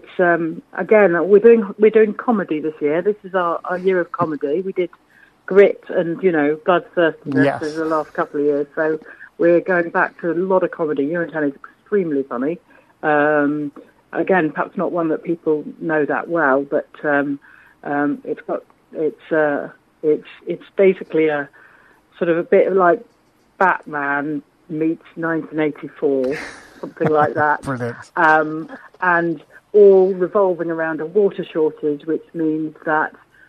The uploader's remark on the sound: joined on the phone